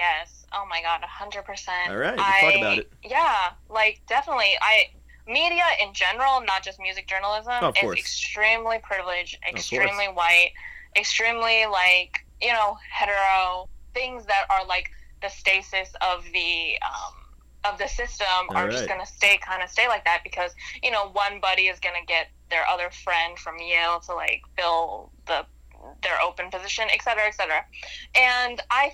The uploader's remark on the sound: joins us over the phone